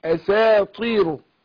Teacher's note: السين مرققة وبعدين أرقق الألف بعدها